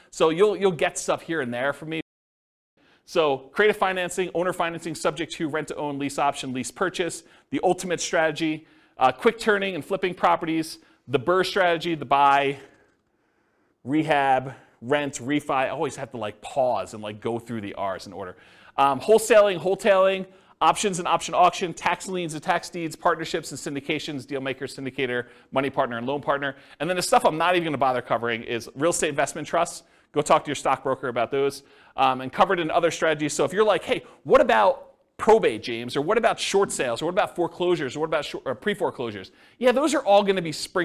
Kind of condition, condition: setting, live audience